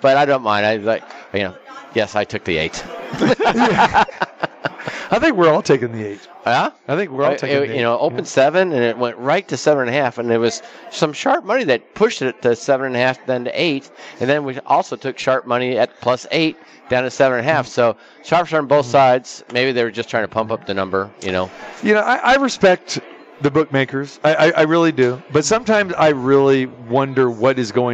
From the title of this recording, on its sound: Live from the Super Book at Westgate Las Vegas